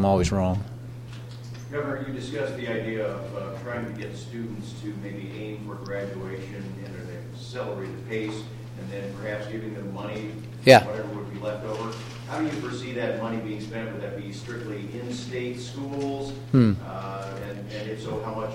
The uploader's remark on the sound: address to more than 150 Chinese business leaders in Shanghai, during the Indiana Business Conference